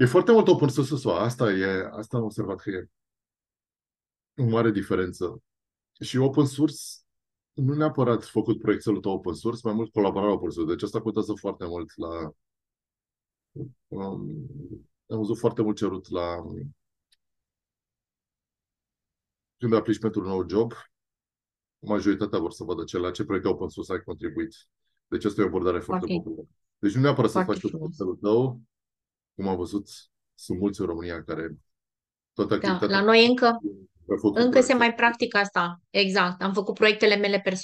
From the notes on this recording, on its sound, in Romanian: Ne-am auzit pe Zoom.